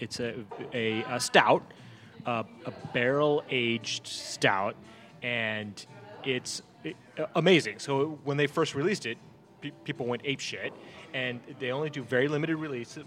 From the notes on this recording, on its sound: In one of Seattle's oldest bars, the Central Saloon in historic Pioneer Square. Recorded live at the Central Saloon on 05/19/2022.